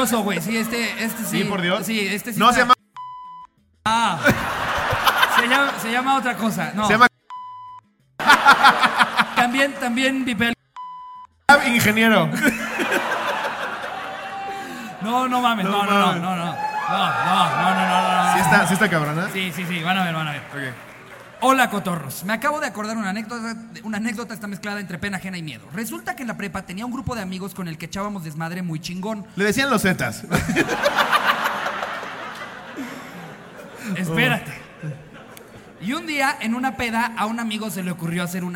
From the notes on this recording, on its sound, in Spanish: En vivo desde Texcoco. Cotorreamos mucho con el querido público de texcoco.